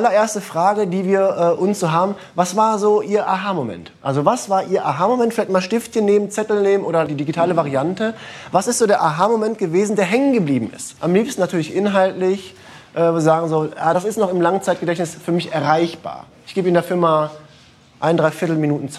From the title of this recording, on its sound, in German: Live im Uniseminar